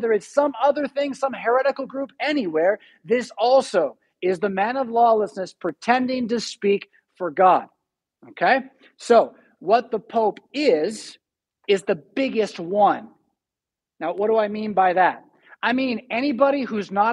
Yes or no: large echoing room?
yes